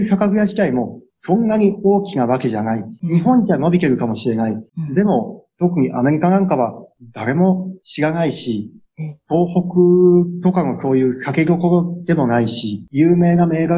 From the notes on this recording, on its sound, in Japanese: Zoom・オンラインでインタビュー収録をしています。